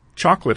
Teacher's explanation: Chocolate has a central O that's not fully pronounced